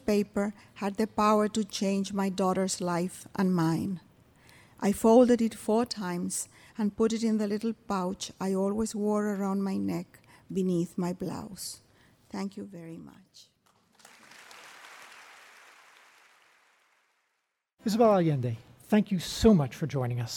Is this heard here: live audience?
yes